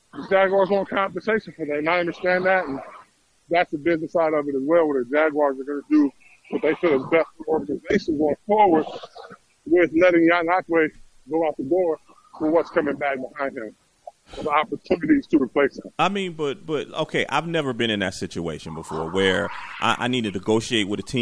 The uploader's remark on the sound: on the Beach walking